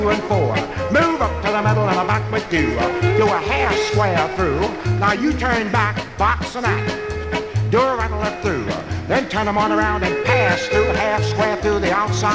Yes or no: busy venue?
yes